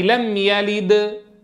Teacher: شو هي قلقلة كبرى لأننا وقفنا الآن